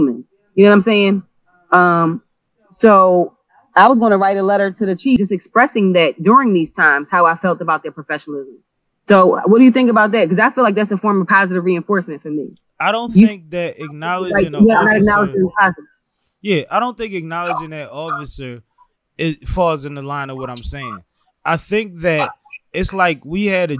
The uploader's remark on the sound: chop it up via Skype